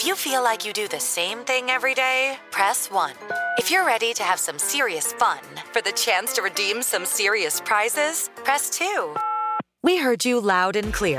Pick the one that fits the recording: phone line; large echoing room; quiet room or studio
phone line